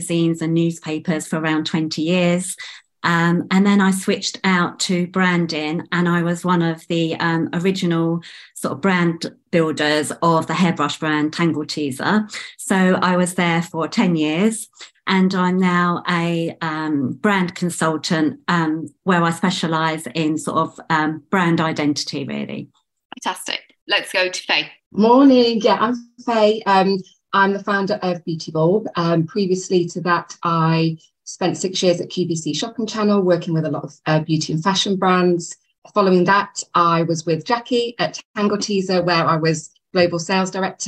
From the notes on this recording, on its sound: a recording of a live webinar